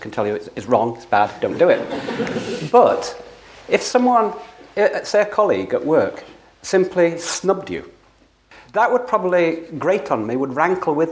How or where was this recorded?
live audience